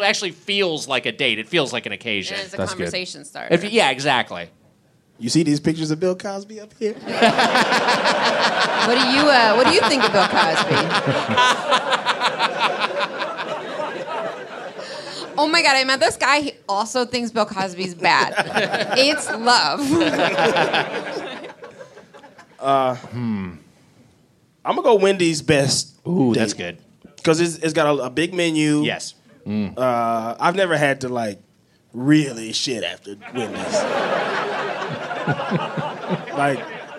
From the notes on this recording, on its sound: Recorded live at the DC Improv in Washington DC.